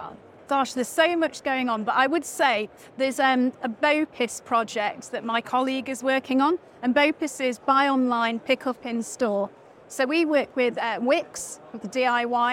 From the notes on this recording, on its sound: This episode of the RETHINK Retail Podcast was recorded live at the Retail Technology Show in London, U.K.